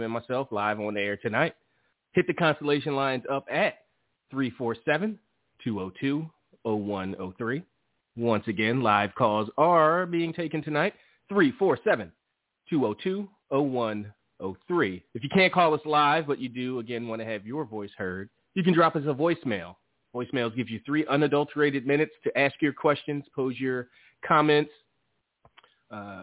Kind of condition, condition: link, phone line